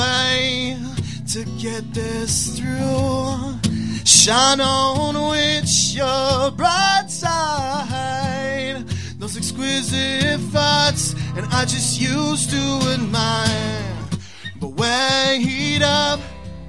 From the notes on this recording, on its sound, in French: Premier participant du concours Montre tes talents au Sacrilège. En direct du bar le Sacrilège.